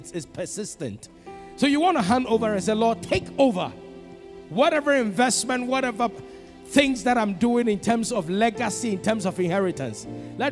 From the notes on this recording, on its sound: Sermon preached at CBC Shiashie Campus on August 15, 2021